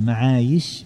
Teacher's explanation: وقالوا ان قوله تعالى معايش بالياء ان الياء اصليه ولا تقلب الى همزه